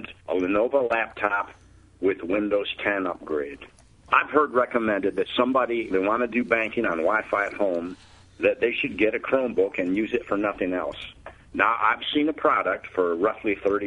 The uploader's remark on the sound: Benton, Louisiana listens on 710 KEEL – calling in via the App.